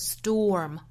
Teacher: Storm,英音会读成 storm,美音我们读成 storm, or 的发音。会从 o 过渡到后面的 r 的发音